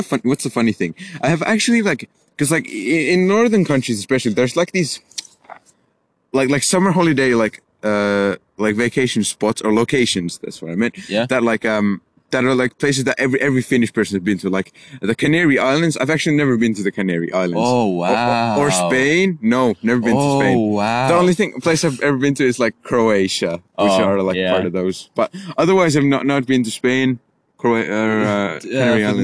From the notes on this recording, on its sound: In this episode we are outside on a friday night rambling as always.